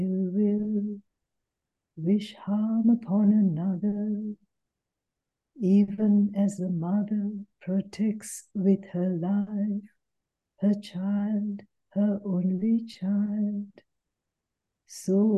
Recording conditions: video call